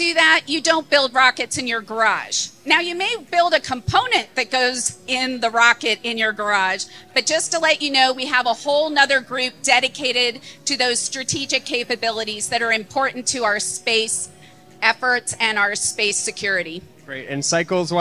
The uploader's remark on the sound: We hear a panel discussion from SXSW.